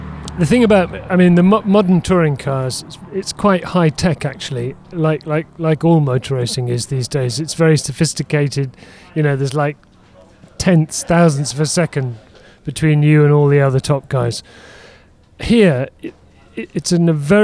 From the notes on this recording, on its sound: On Thursday afternoon at the Goodwood Revival, as teams were unloading transporters